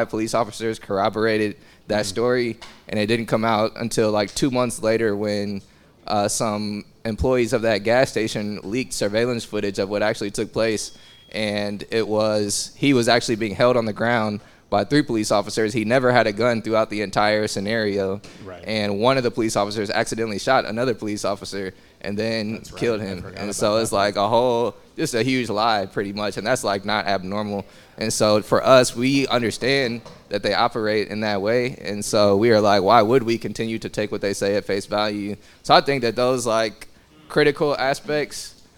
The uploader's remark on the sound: This episode was another live podcast event at Kinship Cafe in Kansas City, KS.